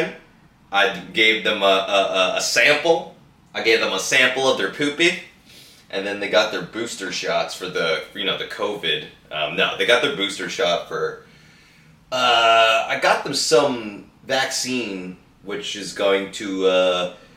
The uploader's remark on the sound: I forgot to hit record on the audio so the first 5 minutes is camera sound